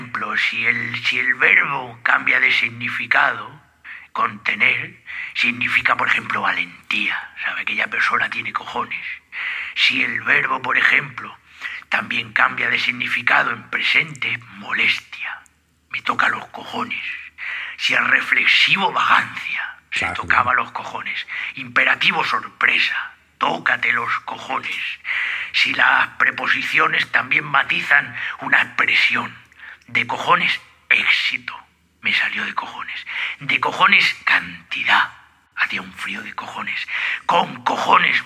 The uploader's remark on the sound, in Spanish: entrevista telefónica hacia el final